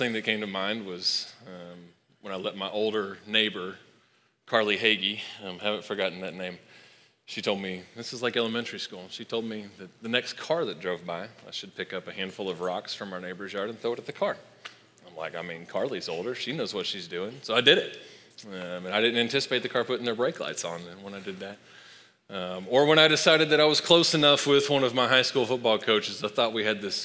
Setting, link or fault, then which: setting, large echoing room